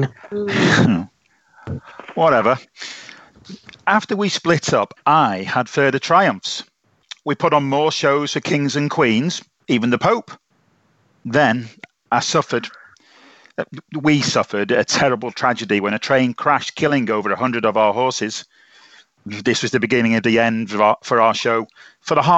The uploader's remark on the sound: Are self-isolating in their tepees, down on the Irwell. Over Skype. In the background, screaming through the night there are constant ambulance sirens, it disturbs, but the Sioux speak, they laugh, and they cry.